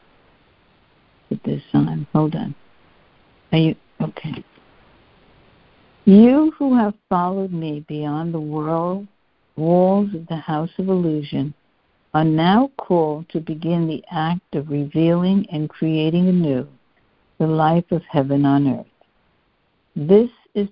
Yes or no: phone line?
yes